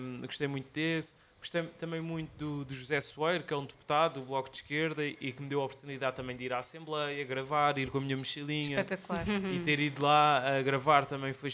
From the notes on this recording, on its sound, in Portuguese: Chasing Rabbits Record Store. Desta vez já ao vivo na nossa segunda casa, a Chasing Rabbits.